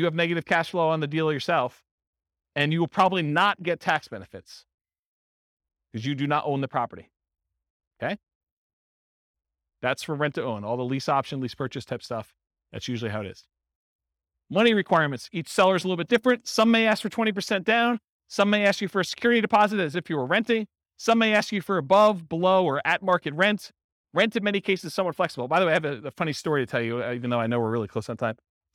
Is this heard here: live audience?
yes